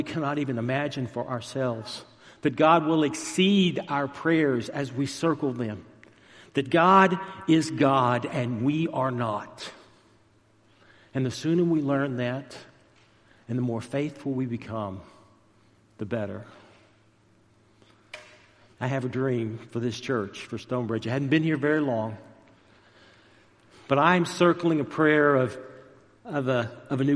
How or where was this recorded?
large echoing room